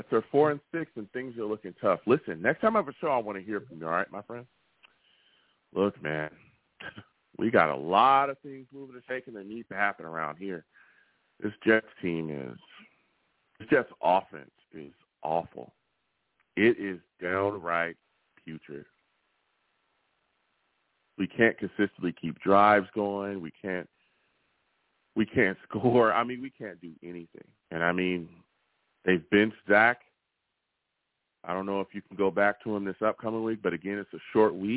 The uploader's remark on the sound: I take live callers!